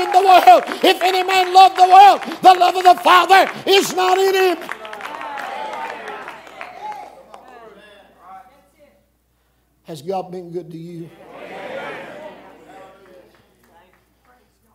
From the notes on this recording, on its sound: This message comes from the Camp Meeting in Seffner, FL